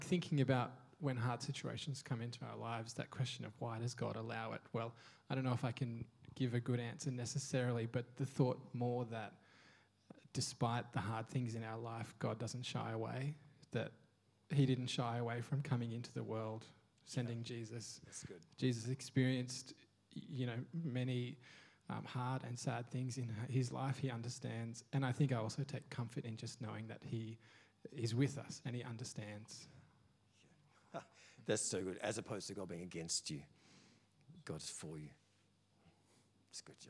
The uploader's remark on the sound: First preached in C3 Bathurst on 29 October 2023. We are joined by a panel to share their personal experience of trials.